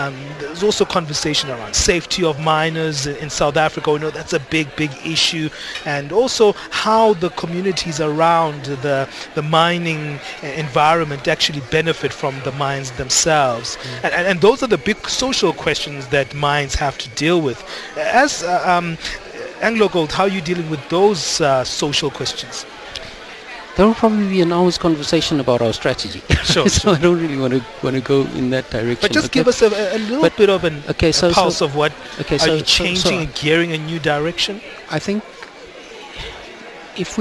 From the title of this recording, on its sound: Africa Shared Value Summit (Outside Broadcast)